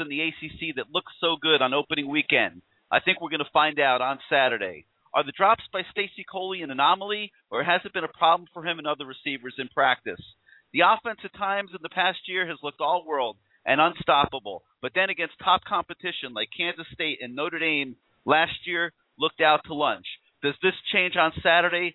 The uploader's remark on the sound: call in show with CaneSport subscribers, live guests and Canes fans throughout the world